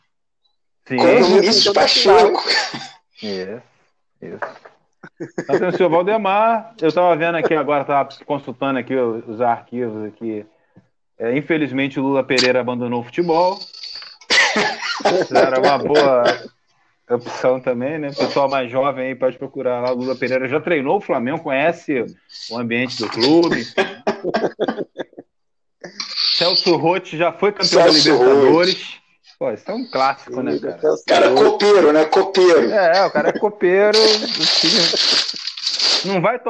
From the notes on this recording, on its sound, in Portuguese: Vamos tentar resolver o problema dos ruídos na gravação no próximo.